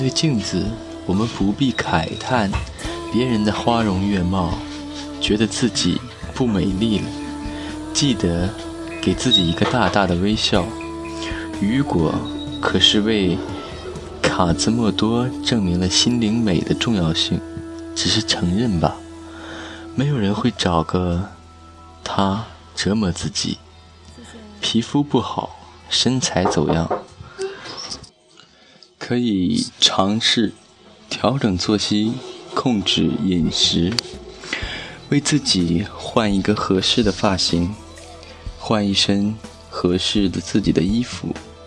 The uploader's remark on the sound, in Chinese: 边走边聊着